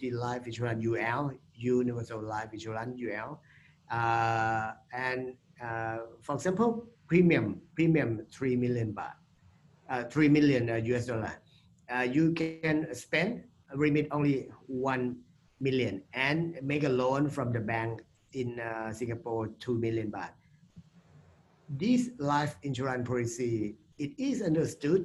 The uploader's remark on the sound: Webinar audio recording.